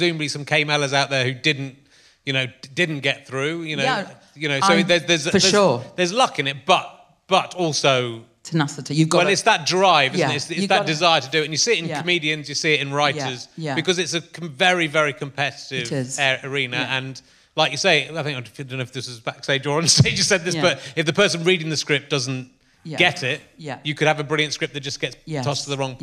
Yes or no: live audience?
yes